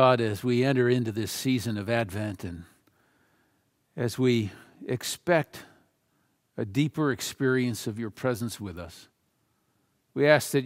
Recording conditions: large echoing room